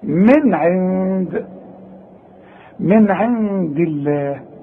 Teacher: يبقى النون العين حظهرها، النون الاولى حظهرها لان العين من حروف الاظهار، النون الثانية حخفيها لانها بعدها دال والدال من حروف الاخفاء